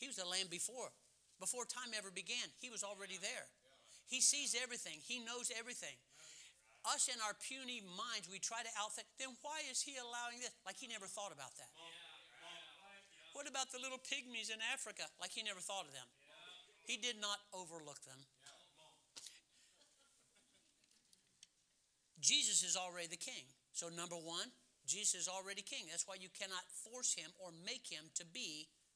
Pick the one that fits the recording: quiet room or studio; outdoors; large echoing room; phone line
large echoing room